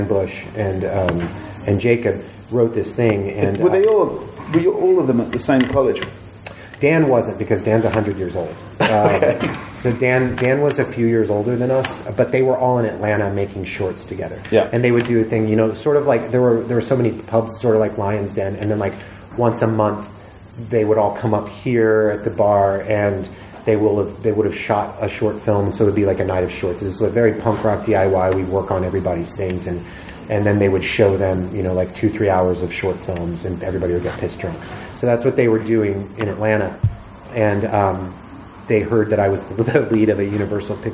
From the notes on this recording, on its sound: 666 Grimmfest Interviews Part 4. The feature lengh on stage chat. Grimmfest October 2022 was such a fun experience.